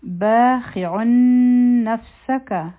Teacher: به عین مونږ د حلق نه وایو